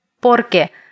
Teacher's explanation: Porque с ударением на первый слог